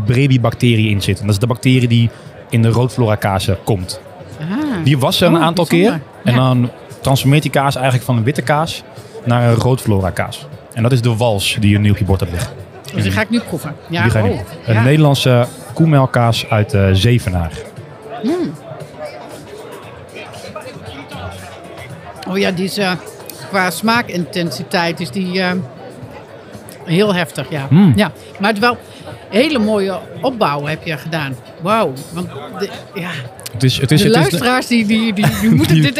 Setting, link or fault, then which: setting, busy venue